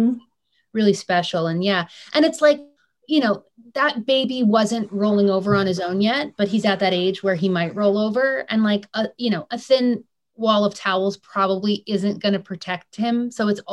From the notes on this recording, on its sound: a spoiler-filled virtual Q&A